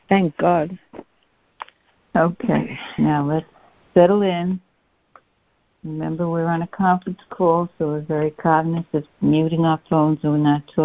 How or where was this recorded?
phone line